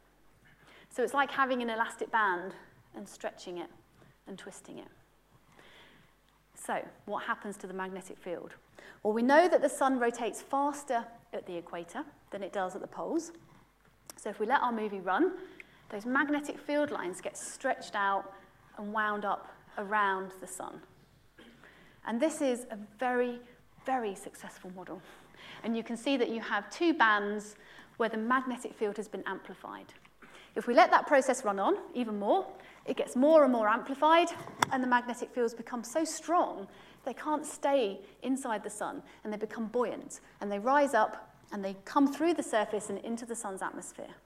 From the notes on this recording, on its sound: UCL Lunch Hour Lecture.